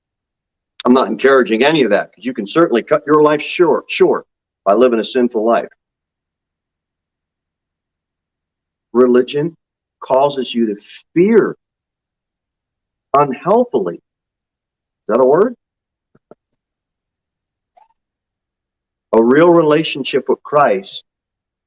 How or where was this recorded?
large echoing room